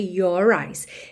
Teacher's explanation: Aqui a gente já tem your eyes, porque fica até mais fácil enrolar a língua para fazer a ligação de your com eyes